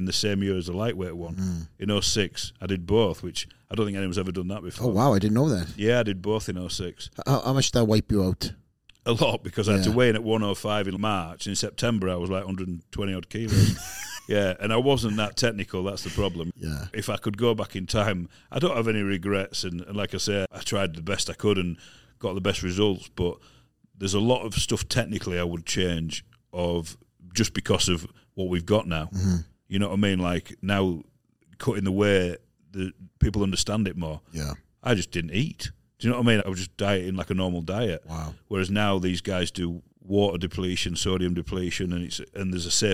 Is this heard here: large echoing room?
no